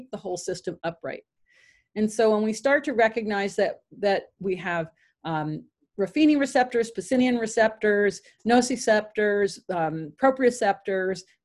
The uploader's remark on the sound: Zoom Meeting